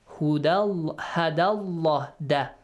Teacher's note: So, now the word Allah, the little lam in this word, is pronounced heavily.